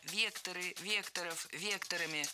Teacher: Не вектора, а векторы, векторов, векторами. Всегда ударяем «е» в первом слоге. Это слово тоже имеет неподвижное ударение на основе.